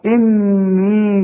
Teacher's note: يبقى أنا هغن النون دي حركتين واليه دي همدها حركتين